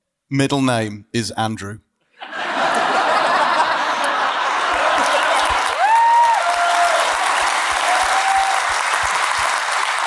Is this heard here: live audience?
yes